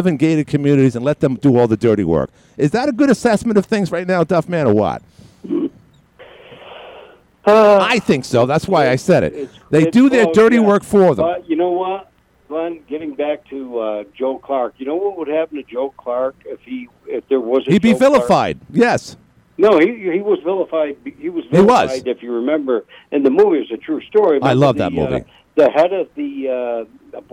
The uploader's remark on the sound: called